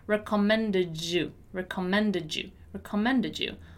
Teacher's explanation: And when I have it right before the word you, I can actually link them together and pronounce the last D as J